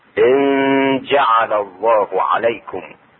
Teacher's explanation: إخفاء النون الساكنة عند الجيم